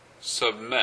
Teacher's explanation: 息つかまえるところまでやってるので完全に消えてるわけじゃない。で、一番 B らしいところが聞こえないので消えたように聞こえるだけの話。